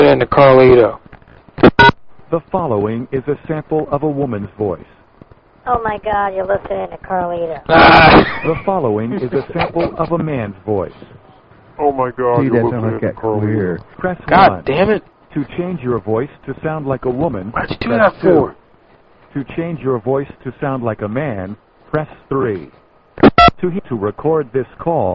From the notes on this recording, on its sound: RBCP's Personal Prank Phone Calls Collection